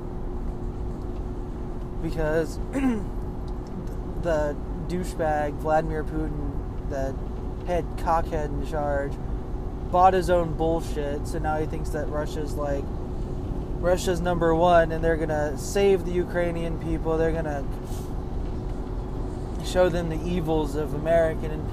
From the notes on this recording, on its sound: I scream from my car.